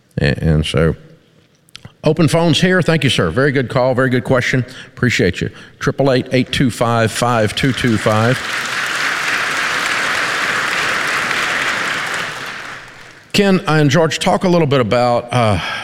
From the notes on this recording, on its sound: Take questions in front of a live studio audience in our new Ramsey Event Center!